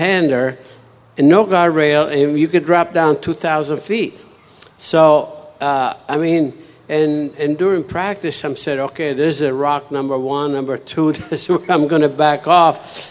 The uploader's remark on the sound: Live on stage at The World of Speed Motorsports Museum in Wilsonville, Oregon. Answer questions from the audience.